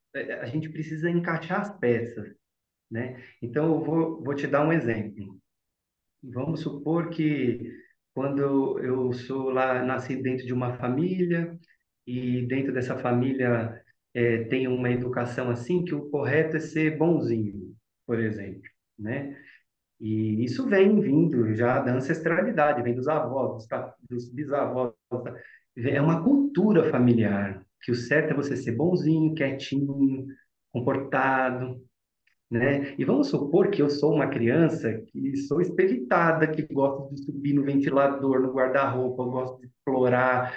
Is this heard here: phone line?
no